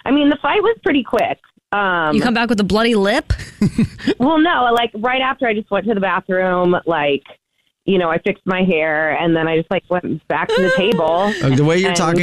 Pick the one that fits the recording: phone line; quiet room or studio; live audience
phone line